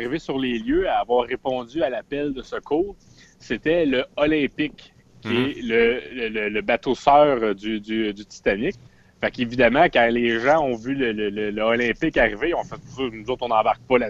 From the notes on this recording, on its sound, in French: Enregistré sur appel vocal Facebook